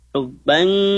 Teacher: ikhfa, ya, samar-samar ke huruf jim